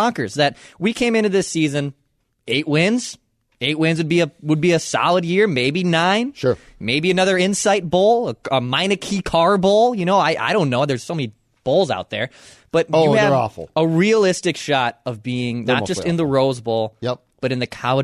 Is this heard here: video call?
no